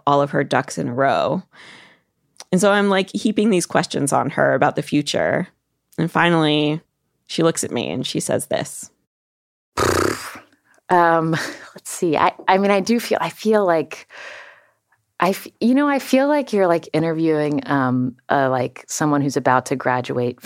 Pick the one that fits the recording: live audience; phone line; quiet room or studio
quiet room or studio